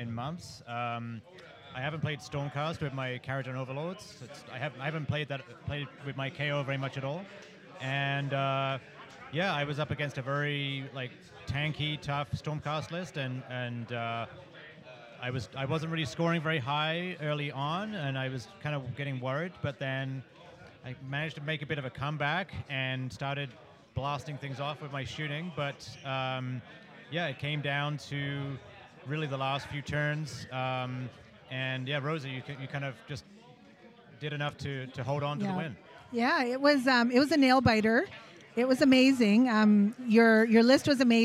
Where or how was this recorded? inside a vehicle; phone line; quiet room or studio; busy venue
busy venue